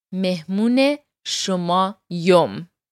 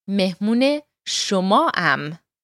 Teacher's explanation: the yom sound at the end is the Hamedani dialect · Shown in: first take